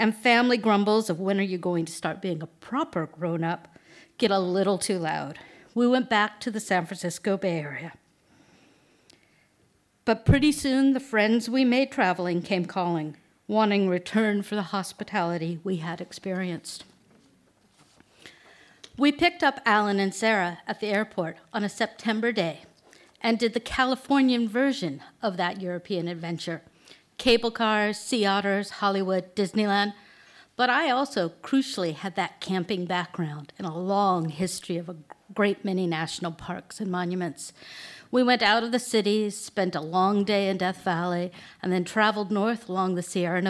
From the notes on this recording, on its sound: At the tenx9 mic in the black Box. Tenx9 is a live storytelling event. It began in Belfast in 2011 in the Black Box.